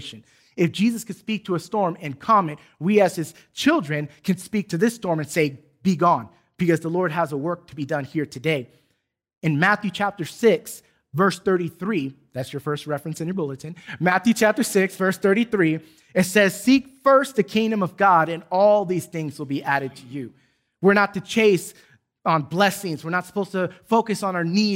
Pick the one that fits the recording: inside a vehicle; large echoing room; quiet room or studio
large echoing room